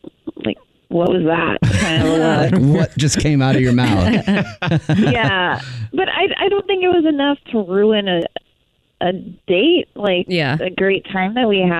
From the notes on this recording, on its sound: talks with listeners on text and the phone